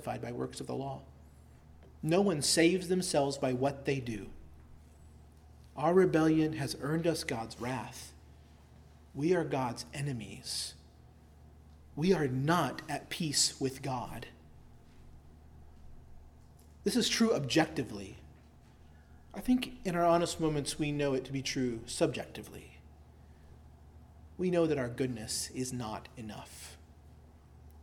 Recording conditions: large echoing room